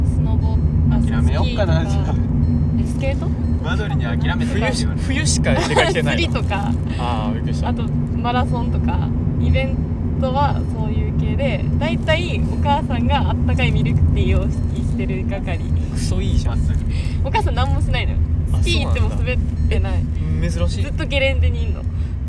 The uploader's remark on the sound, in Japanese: 車の中で